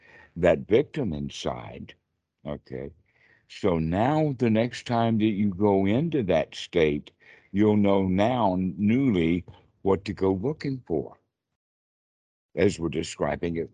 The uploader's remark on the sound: skype calls on this channel